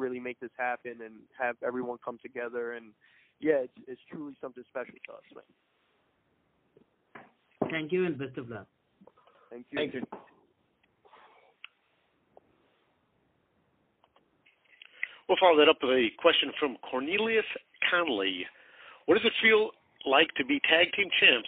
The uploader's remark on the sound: Media Teleconference Interview